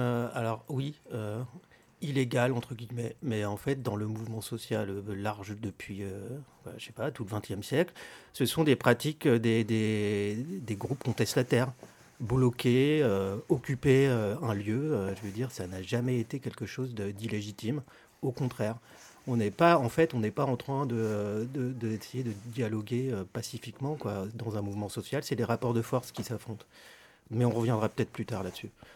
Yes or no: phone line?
no